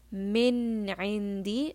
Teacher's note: the sound of nun is going to be pronounced clearly. Okay, with no ghunna, meaning that it'll be completely clear. Min indi. So here you can hear in min, the nun sound is very clear. · Term: idhar